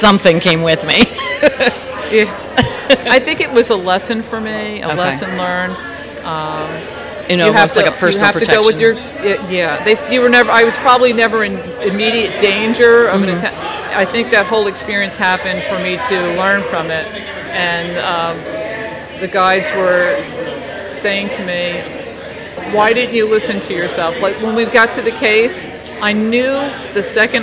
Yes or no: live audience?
yes